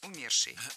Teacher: А в причастии «умерший» ударным должен быть корень слова. Это надо просто запомнить – «умерший».